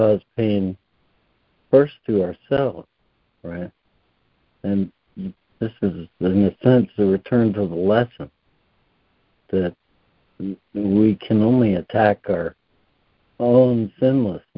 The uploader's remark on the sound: ACIM Daily Conference Call.